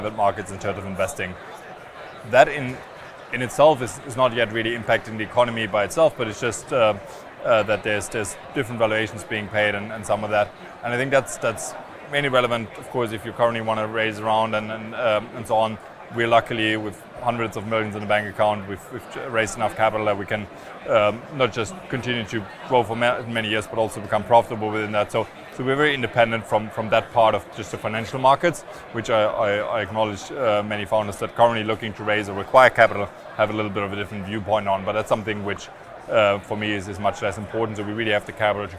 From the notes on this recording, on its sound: Recorded live from the SaaStock 2022 Podcast Stage.